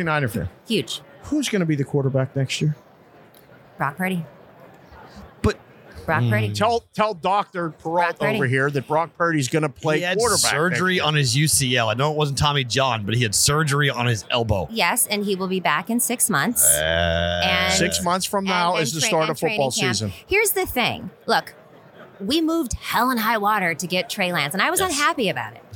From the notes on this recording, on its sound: Super Bowl Radio Row Day 3. Live from Radio Row Day 3.